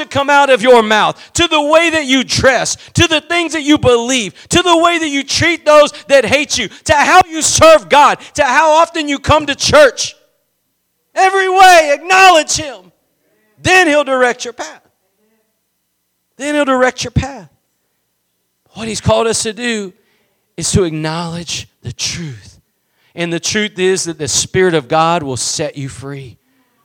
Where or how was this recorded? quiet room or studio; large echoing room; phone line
large echoing room